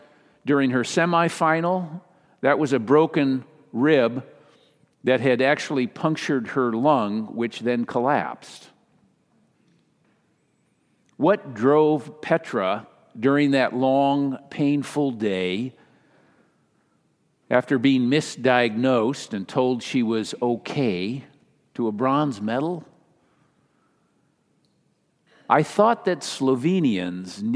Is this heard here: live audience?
yes